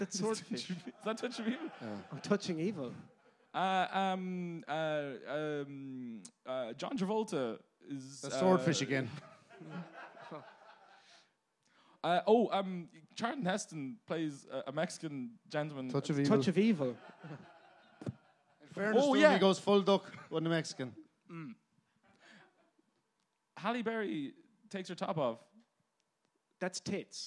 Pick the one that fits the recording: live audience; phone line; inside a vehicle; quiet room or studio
live audience